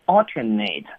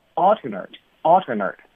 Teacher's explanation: 如果是形容词儿的话呢，这个 a 就要发成 er 的音 · Shown in: second take